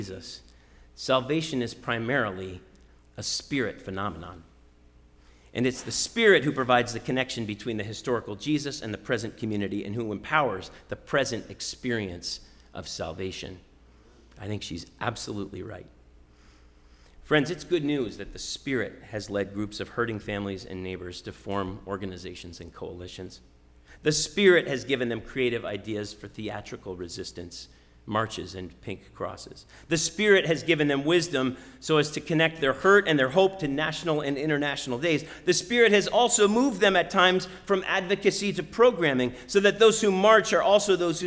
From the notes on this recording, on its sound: Sermon preached at RCHP on Easter Sunday, April 17, 2022.